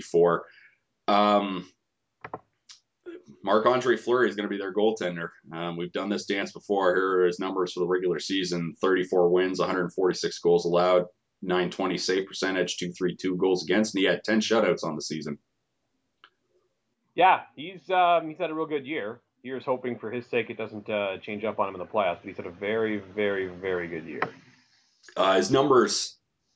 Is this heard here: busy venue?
no